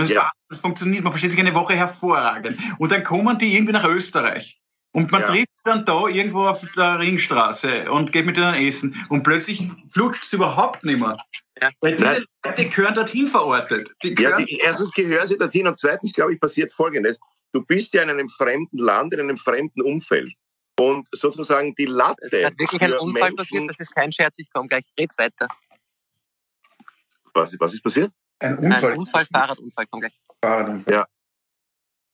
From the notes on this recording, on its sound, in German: indem sie einander via Skype am Abend beim Reden zusehen